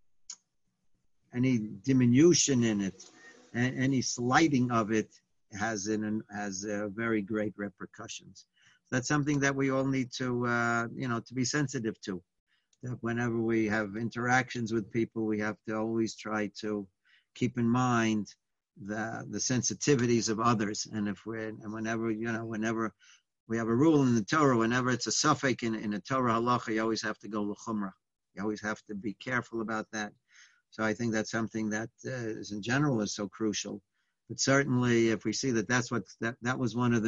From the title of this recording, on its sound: Live On Zoom